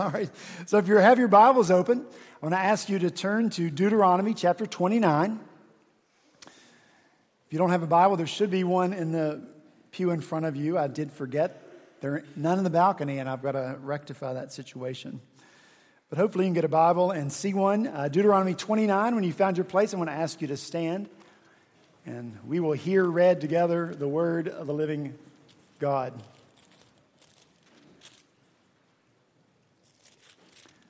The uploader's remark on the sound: at Redeemer Presbyterian Church in Charleston, SC